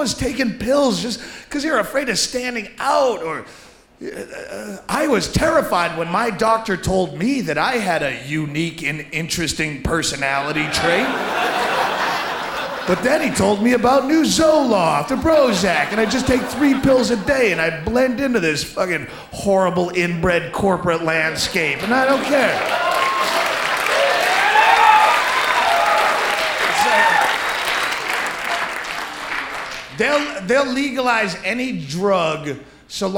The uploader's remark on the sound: Taped live at the Gotham Comedy Club